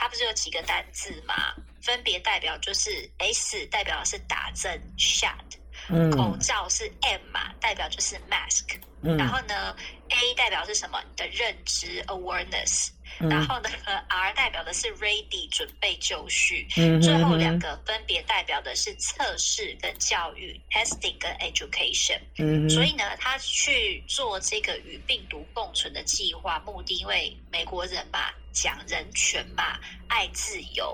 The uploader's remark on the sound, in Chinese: WFH在家錄音版 音質見諒。